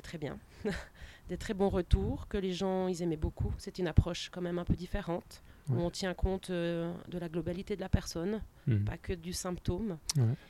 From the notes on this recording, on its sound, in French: Eh oui, un coup de chance, le soleil est resté jusqu'au bout de l'interview. Très certainement le dernier épisode enregistré sur une terrasse pour cette année.